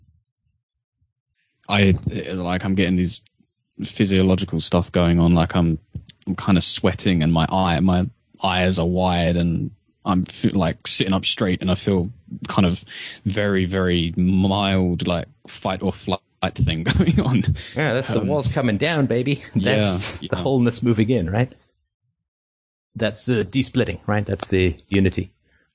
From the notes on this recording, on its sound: I dropped by the European Freedomain Radio conference call, and had a great conversation with a listener about loneliness.